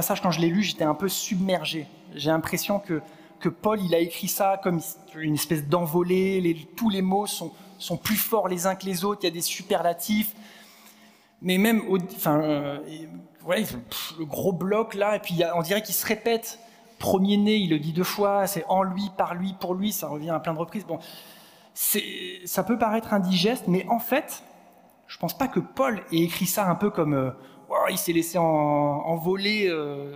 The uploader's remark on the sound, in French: Enregistré à l'église CVV, le 06/11/2022